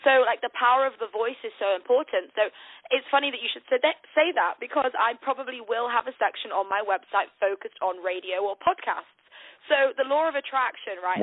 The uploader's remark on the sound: On the phone